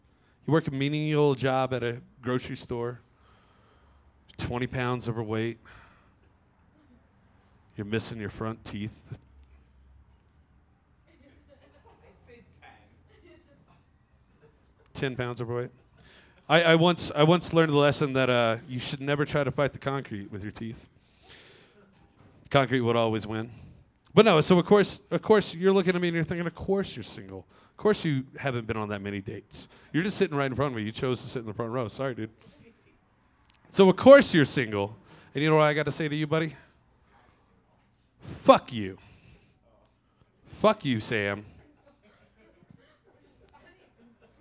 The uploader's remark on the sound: In this month's live episode. This live event features stand up.